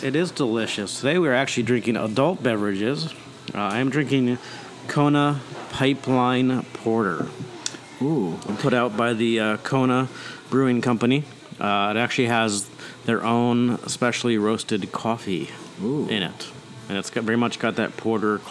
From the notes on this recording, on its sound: This episode was recorded at The Barrel House Restaurant in Newton, NJ. This episode was recorded at The Barrel House Restaurant in Newton, NJ.